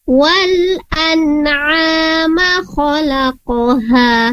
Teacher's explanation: Nah, saat mim di sini berharakat fathah, kemudian mimnya tidak ada alif setelah mim, maka tidak ada mat di sana atau tidak dipanjangkan